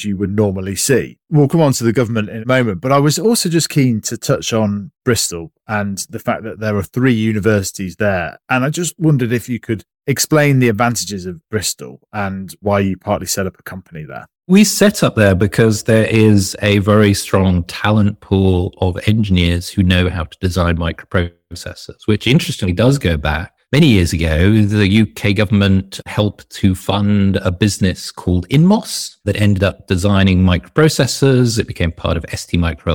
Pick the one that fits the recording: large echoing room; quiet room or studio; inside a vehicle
quiet room or studio